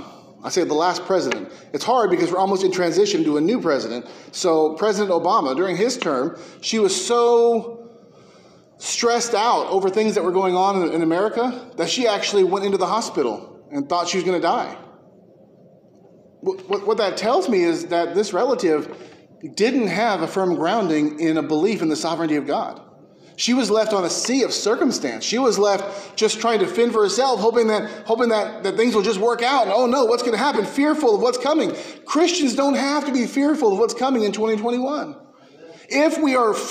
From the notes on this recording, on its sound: A sermon preached at McKee Road Baptist Church in Bakersfield, Ca.